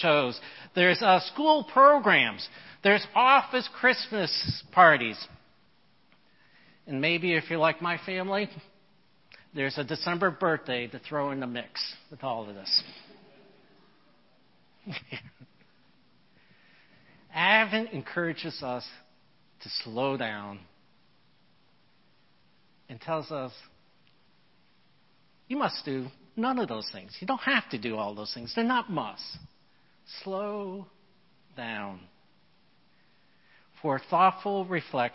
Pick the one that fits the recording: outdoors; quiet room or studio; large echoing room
large echoing room